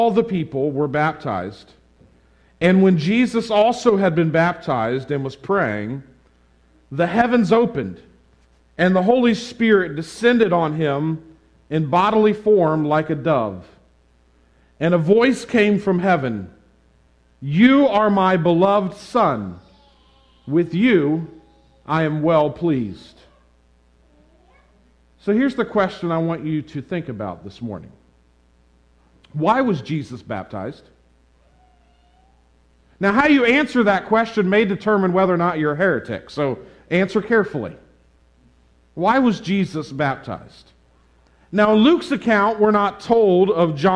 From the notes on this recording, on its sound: This sermon on Luke 3:21-38 was preached at the Tarrant Bible Methodist Church on March 6, 2022.